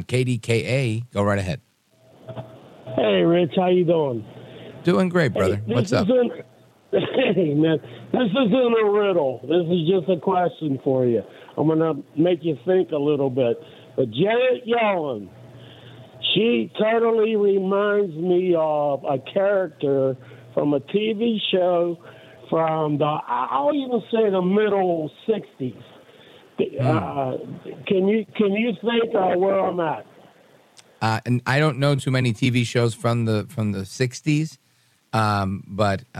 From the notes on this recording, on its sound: we take your calls in open phones across America